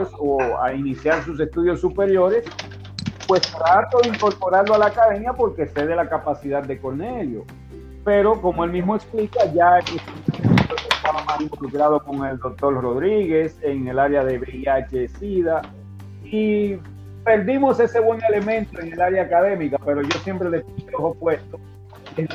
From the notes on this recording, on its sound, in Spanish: Es el encuentro virtual de una generación de Instructores. Por ellos se conservo el audio original sin cortes y preservar ese primer encuentro virtual.